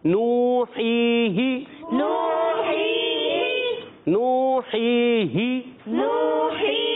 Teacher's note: کو آخر میں ہا کو نہیں کھینچیں گے نوحی ہی نوحی حروف مدہ دونوں آئے واو مدہ یا مدہ ایک ایک الف کھینچ کر ادا کیا اور حرکت کو بغیر کھینچے پڑھا